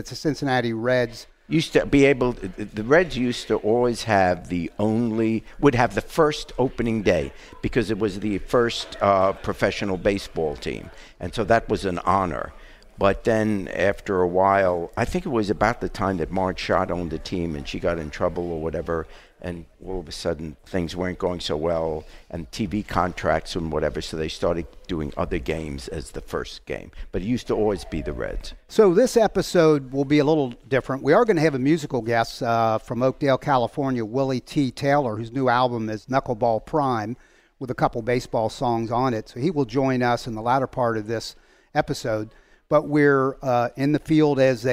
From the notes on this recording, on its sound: The podcast celebrates the Reds Opening Day on location at a festive art gallery inspired by Reds baseball cards.